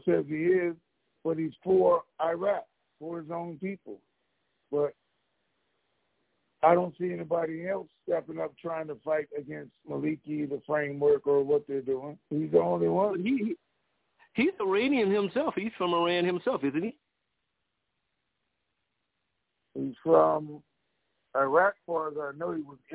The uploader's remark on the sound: TNTSuperfantastic Conference Call.